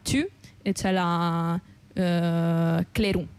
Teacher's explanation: le O in mezzo alle parole sono delle U, diciamo le nostre U, quindi c'è la tu e c'è la clerun.